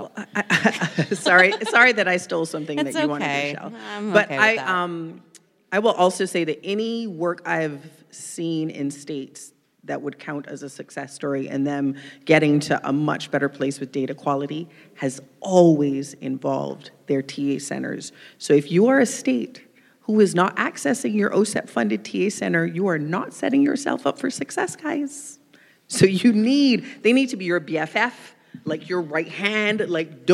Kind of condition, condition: setting, busy venue